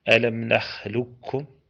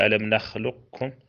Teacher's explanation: معناها نقول: ألم نخلقكم بدون مرور على القاف، أم أننا ندغم إدغاما ناقصا بحيث تبقى القاف صفة الاستعلاء · Shown in: second take · نقول: ألم نخلقكم، تبقى للقاف صفة الاستعلاء.